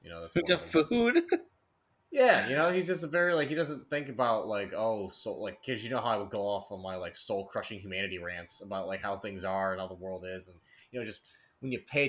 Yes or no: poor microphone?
yes